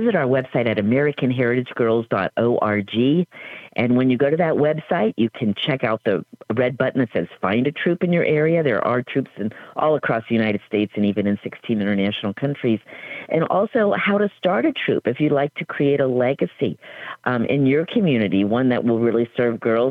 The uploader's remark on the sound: we take your calls in open phones across America.